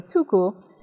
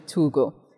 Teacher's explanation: consonants like K become voiced if they're in between vowels · Shown in: second take · And so tuku, in its modern form, is actually tugu.